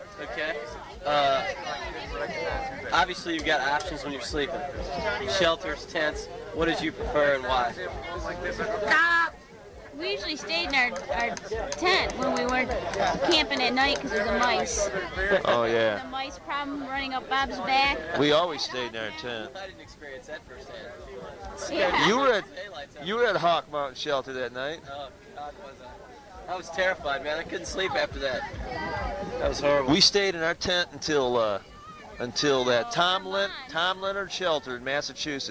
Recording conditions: outdoors